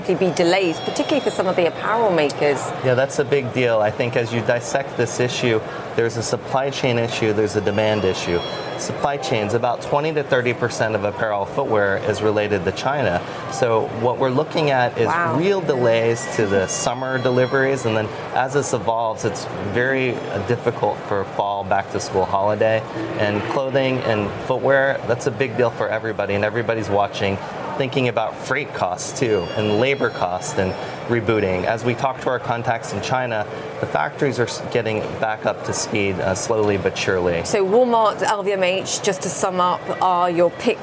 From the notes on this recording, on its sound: live from The New York Stock Exchange